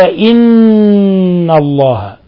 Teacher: هنا حرف نون مشددة الحكم التجويدي حرف غنة مشدد يغن مقدار حركتين